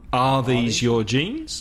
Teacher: And the voice goes up.